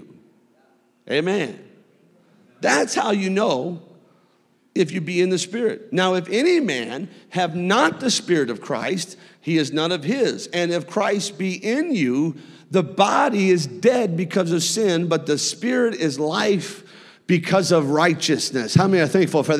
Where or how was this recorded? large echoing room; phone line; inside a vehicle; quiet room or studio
large echoing room